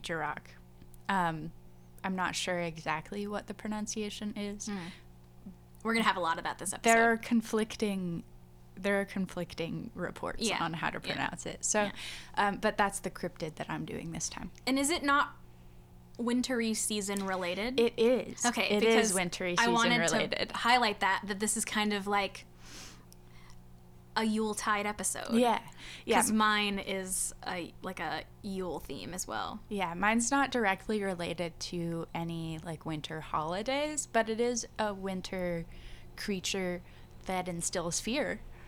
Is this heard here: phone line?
no